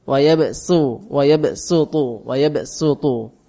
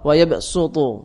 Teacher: Shadnya dibaca sin, wa yabsutu dibaca wayab sutu, dibaca wayab sutu. Ya, sin sama suat ini memang hampir sama. Bedanya satu istifal, satu isti'la.